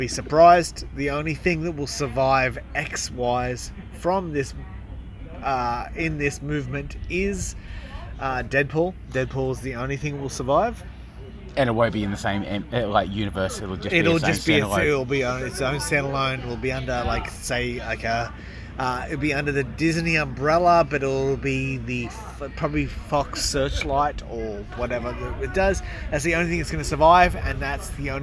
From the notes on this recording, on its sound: LIVE from outside